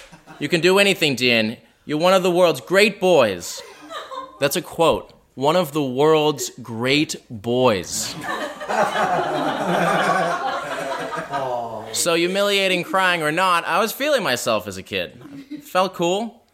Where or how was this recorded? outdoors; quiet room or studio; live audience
live audience